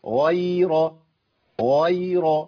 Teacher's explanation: الياء. الياء عندي بحرف مرقق ضعيف وقع بين مفخمين الغين والراء